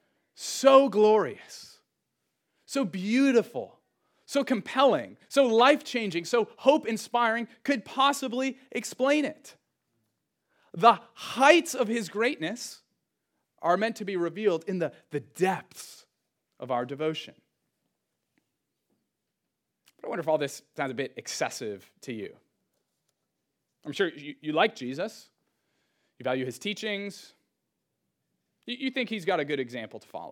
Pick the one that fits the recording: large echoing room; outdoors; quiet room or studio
large echoing room